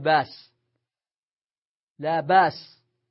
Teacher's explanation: يجوز أن تقلب هذه الهمزة في بأس، تقلبها ألفا فتقول باس